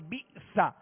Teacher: شروع میں جو حمزہ با حمزہ زیر بی اس میں جھٹکا ہے، اور با کی زیر معروف پڑھیں گے، مجھول بئس نہیں پڑھیں گے بلکہ بئس. بئس الاسم الفسوق.